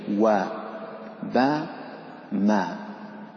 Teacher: طيب والأسهل من حروف الشفتين، الشفتان لهما ثلاثة أحرف الباء والميم والواو، الباء والميم بانطباق الشفتين والواو بانفتاح الشفتين